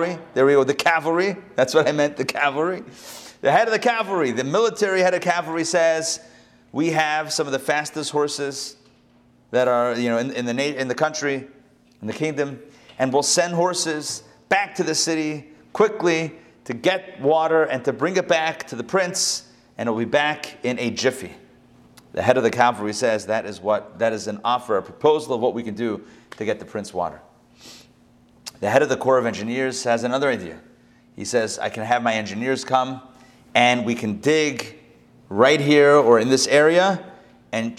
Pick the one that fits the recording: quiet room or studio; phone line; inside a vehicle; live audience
live audience